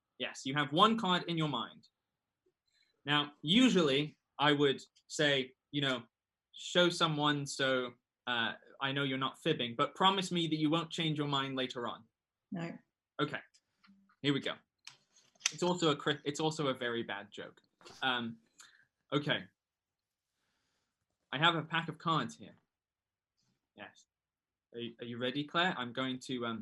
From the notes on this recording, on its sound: All happening over Zoom.